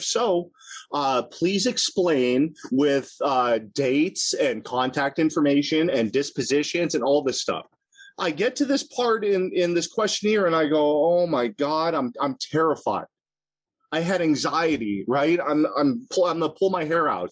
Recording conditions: video call